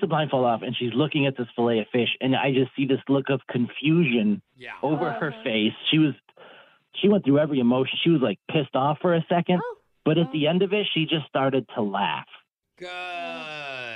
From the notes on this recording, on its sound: The guy on the phone today